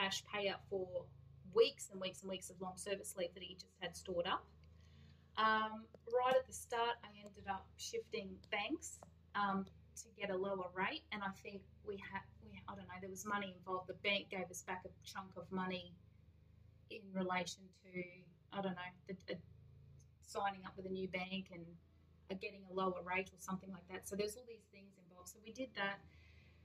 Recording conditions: poor sound quality